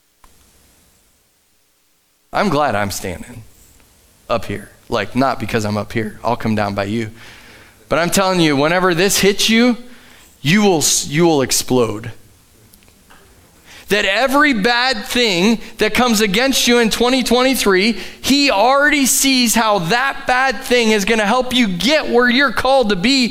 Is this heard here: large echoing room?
yes